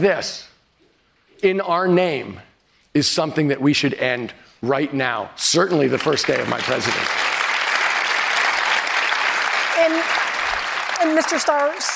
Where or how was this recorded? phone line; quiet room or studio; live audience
live audience